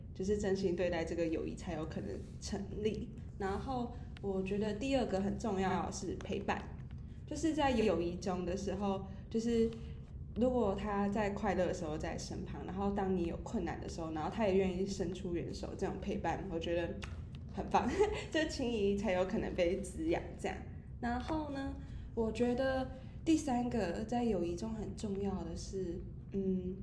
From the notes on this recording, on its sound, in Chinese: 因為我們錄音被提醒音量降低，。所以後半段有一段比較小聲，。